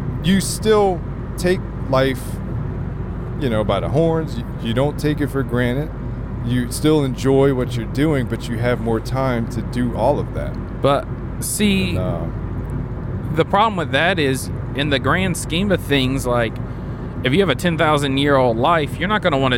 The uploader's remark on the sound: ROADTRIP (Podcast while driving shenanigans).